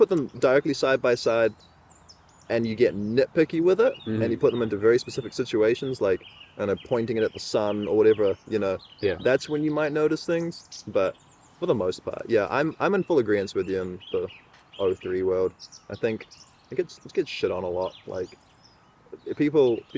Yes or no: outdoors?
yes